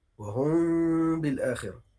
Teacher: هي جاية ميم ساكنة بعديها باء يبقى غن وخفي · Term: الإخفاء الشفوي